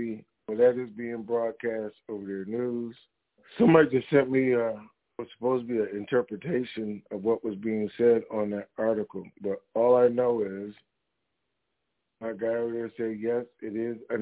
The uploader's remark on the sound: TNTSuperfantastic Conference Call